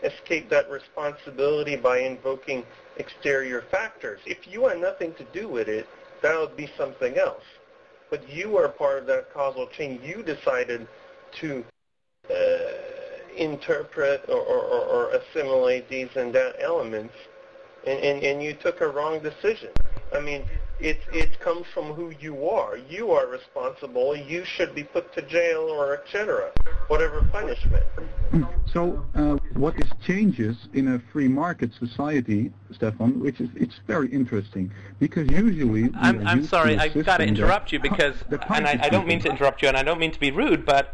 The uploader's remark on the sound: Call In Show